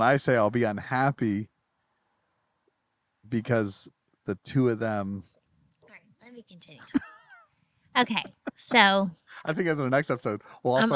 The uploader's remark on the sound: We recorded this episode at the beach in Indian Shores in Florida.